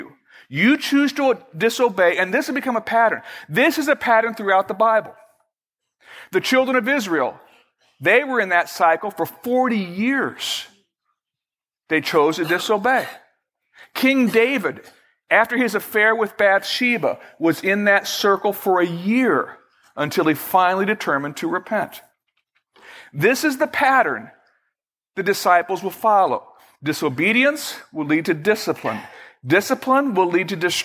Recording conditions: large echoing room